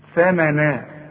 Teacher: طلع لسانك في التاء وشوف النون مرققة